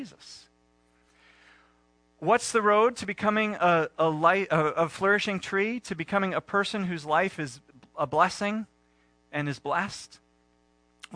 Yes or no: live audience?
no